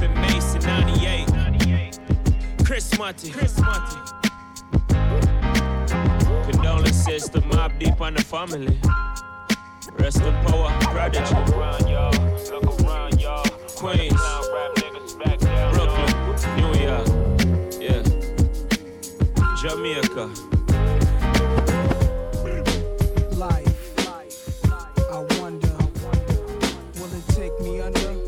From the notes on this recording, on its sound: Originally broadcast live on July 26, 2018 from the storefront of Kinfolk 90 in Williamsburg, Brooklyn, New York City.